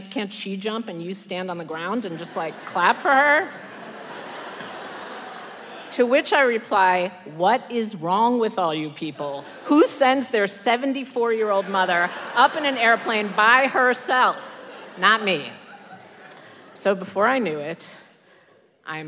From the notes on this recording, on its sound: Invisibilia Live with Story District. Our first live event!